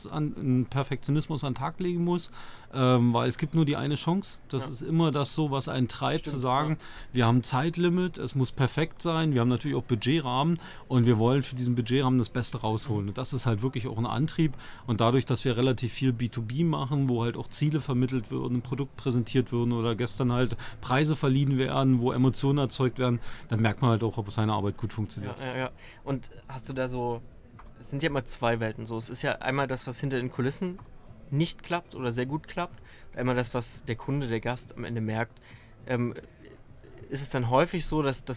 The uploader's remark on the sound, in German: Ein ehemaliger Feuerwehrtransporter, der nach 20 Jahren im Dienst umgebaut wurde und nun als Interview- und Podcastbus dient. Die alle in dem außergewöhnlichen Fahrzeug aufgenommen wurden.